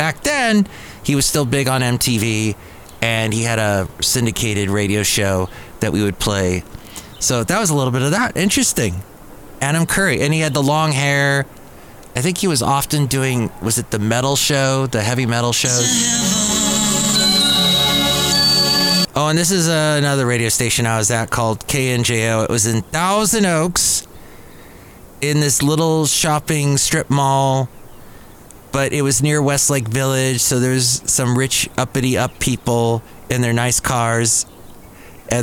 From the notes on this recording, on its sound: podcasts live from Café Anyway